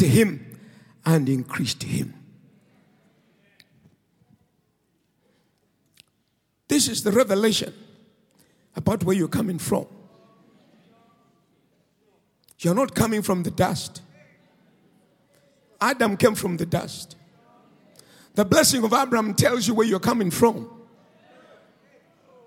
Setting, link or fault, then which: setting, large echoing room